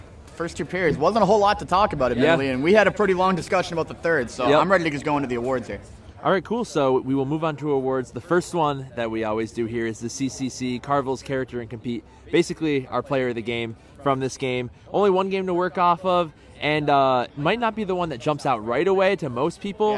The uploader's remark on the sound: LIVE from the Homecoming tailgate!